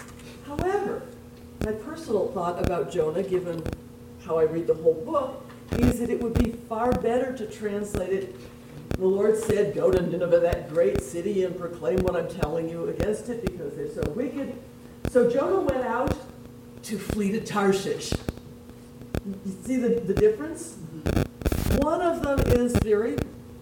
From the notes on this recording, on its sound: This podcast was recorded on May 1st, 7:30 PM at Temple Sholom in Springfield Ohio. Temple Sholom in Springfield Ohio for hosting the event.